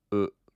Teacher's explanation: it's similar to like the two O's you hear in the words like pool, but it's not as long. I want you to like think about this as being maybe half of the time that you would spend pronouncing the U in pool.